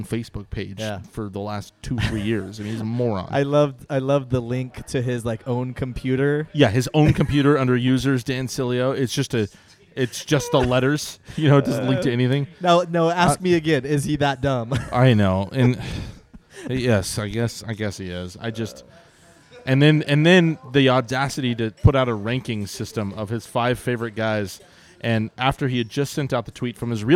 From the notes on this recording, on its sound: We're back at Thunderhawk Alements with a live audience!